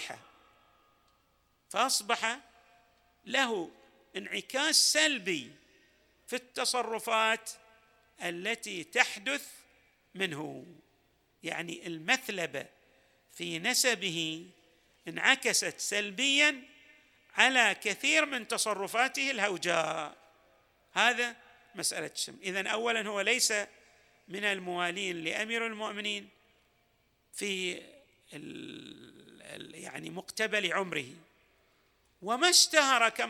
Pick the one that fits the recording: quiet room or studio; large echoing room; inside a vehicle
large echoing room